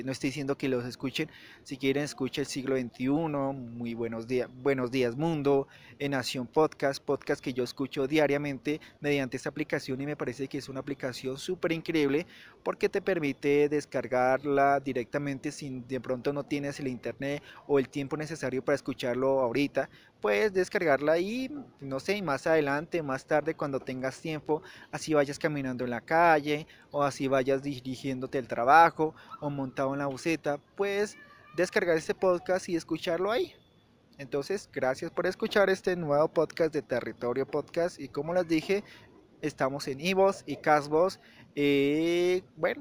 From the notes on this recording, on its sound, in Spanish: Este episodio fue grabado en un parque